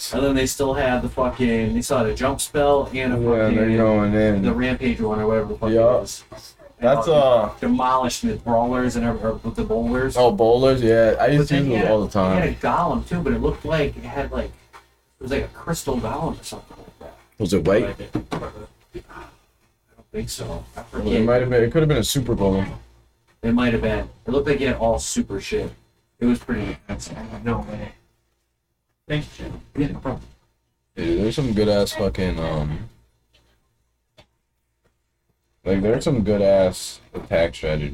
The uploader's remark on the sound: Sorry for the lacking audio quality it was a last second thing.